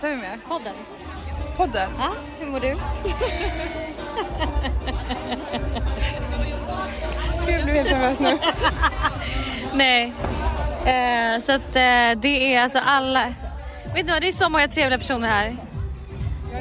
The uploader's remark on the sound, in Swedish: LIVE från bråket på Lollapalooza.